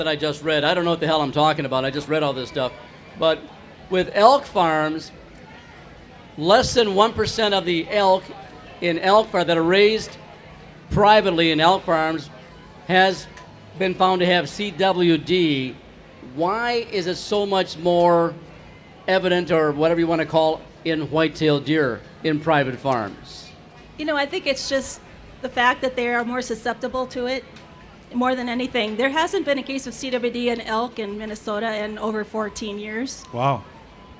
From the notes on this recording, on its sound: MN State Fair 2023 Weekend 2. Great episode live from the Minnesota State Fair.